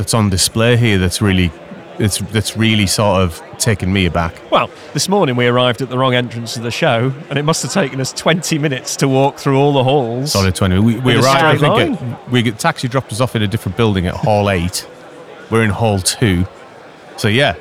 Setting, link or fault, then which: setting, busy venue